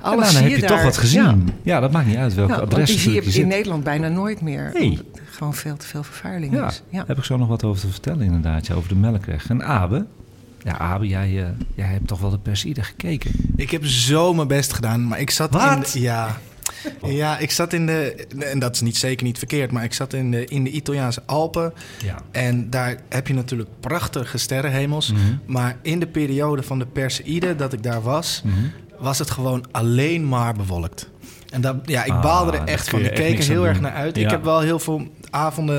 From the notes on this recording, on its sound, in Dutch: Deze live uitzending is opgenomen in het Allard Pierson te Amsterdam voor AmsterdamFM.